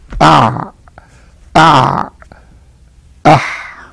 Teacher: المخرج الذي بعده وهو وسط الحلق ويخرج منه العين والحاء